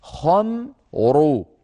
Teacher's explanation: الخاء مفخمة الميم مرققة الراء مفخمة خمر، فنفخم الخاء مباشرة ننتقل إلى ميم مرققة ثم نعود فنفخم الراء.